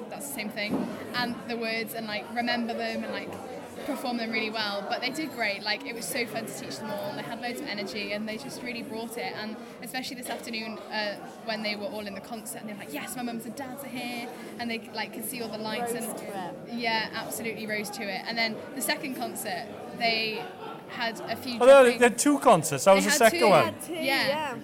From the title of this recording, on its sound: Interviews at the Christmas Tree Festival 2019